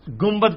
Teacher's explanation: با آ گیا نون ساکن کے بعد تو نون مکمل ختم ہو جاتی ہے